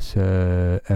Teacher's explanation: في كلمة ساء فيها حرف المد الألف مد مدا طويلا بسبب مجيء الهمزة بعده مباشرة · Term: المد المتصل